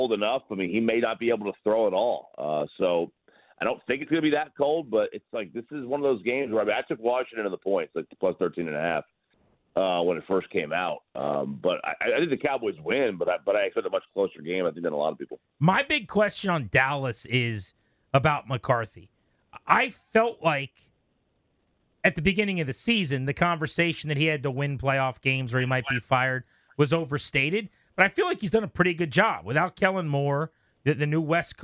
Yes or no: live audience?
no